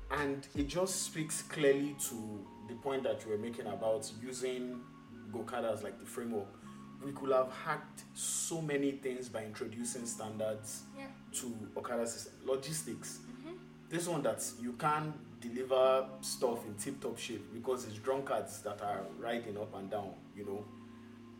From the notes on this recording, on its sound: We had some technical issues while recording, the audio quality is not our best work.